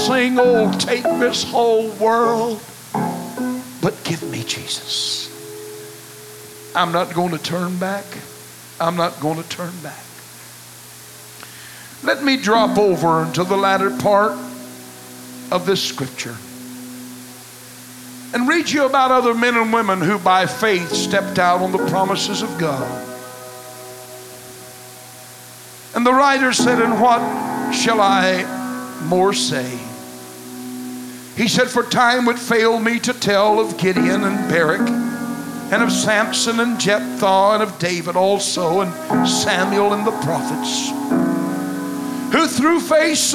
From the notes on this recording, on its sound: Choices was preached at First Apostolic Church.